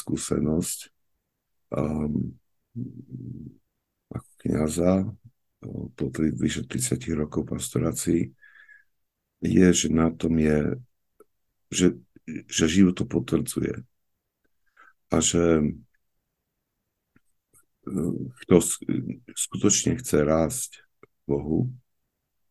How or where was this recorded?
video call